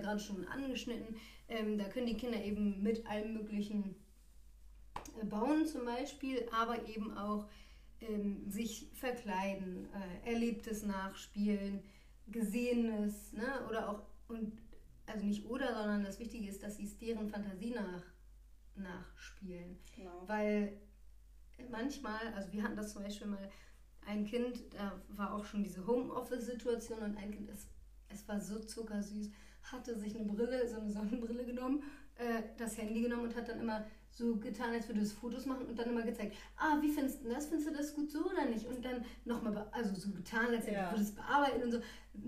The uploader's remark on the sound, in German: Leider gibt es kleine laute Nebengeräusche